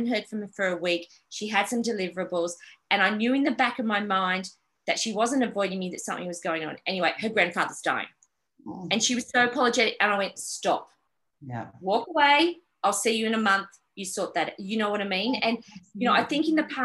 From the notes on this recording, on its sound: This episode was recorded live for The Miss Jones PA Virtual Showcase last month.